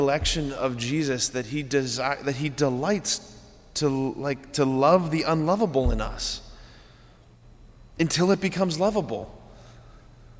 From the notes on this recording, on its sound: Sacred Heart of Jesus Catholic Church in Wadsworth, OH